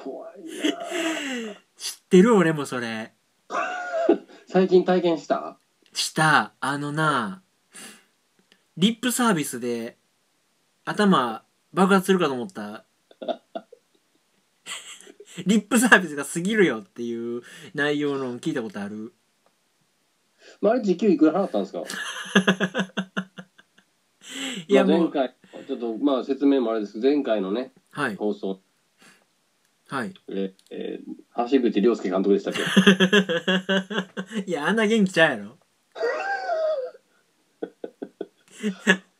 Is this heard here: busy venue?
no